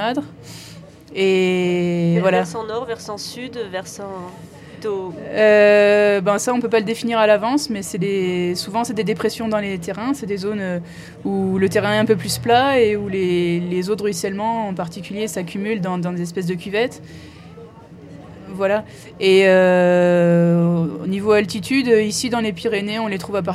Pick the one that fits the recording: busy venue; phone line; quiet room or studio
busy venue